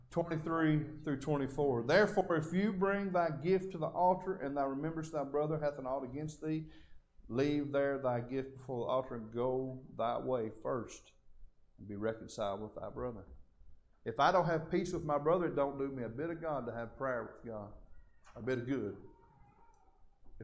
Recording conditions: large echoing room